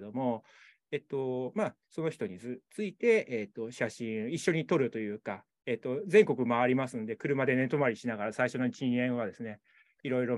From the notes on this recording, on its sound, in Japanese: 収録場所： オンライン (Zoom)